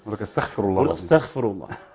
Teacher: في بقى البعض بيحول الغين الخاء